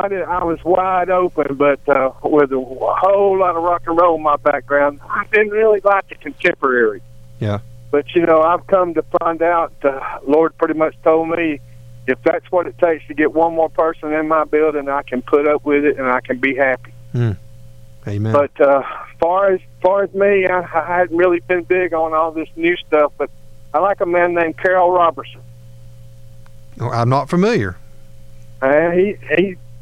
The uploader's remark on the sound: We also take listener phone calls